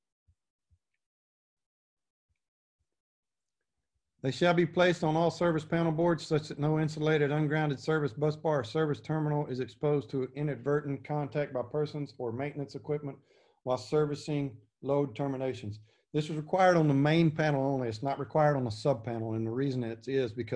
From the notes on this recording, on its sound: This class recording, from the Texas Inspectors Convention 2020